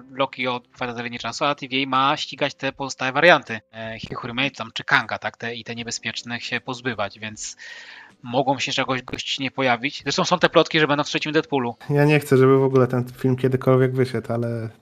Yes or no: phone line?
no